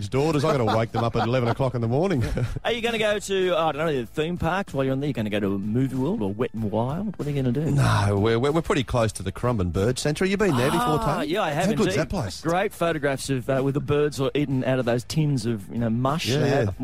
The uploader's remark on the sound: on the phone